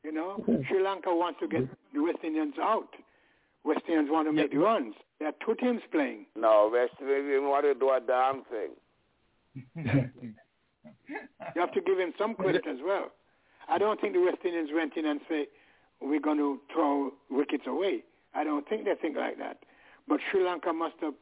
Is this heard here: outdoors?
no